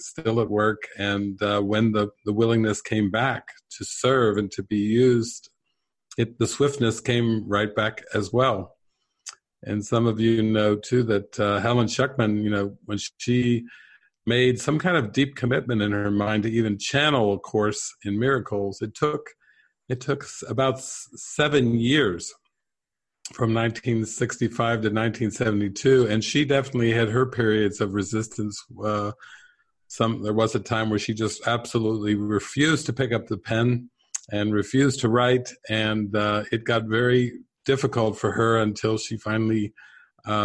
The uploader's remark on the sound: This is the closing Q&A session from May's "Awakening from the Dream" online retreat